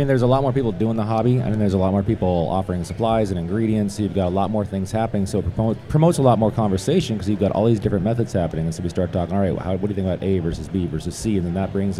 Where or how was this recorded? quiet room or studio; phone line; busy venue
busy venue